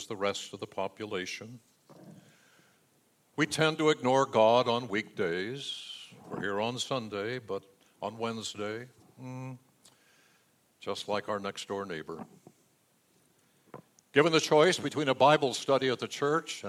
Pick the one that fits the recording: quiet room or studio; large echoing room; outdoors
large echoing room